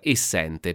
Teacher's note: Prima è chiusa, la seconda aperta. · Term: vocale aperta